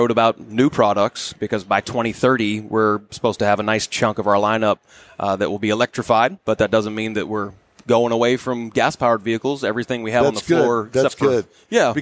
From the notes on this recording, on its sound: We bring you the excitement from the 41st annual Houston Autoboative Show.